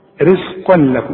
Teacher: انما اسمع لما انا اوصل الكلمة دي بالكلمة اللي بعدها، مش هيبقى فيها غنة · Term: ادغام كامل بدون غنة